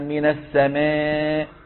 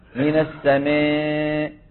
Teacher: يعني أن يخلط الألف بشيء من الياء، بشيء من الياء · Shown in: second take · Term: التقليل